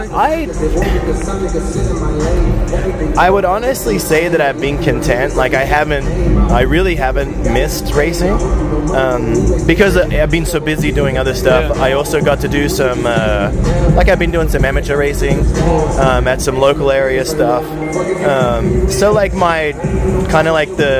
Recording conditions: background noise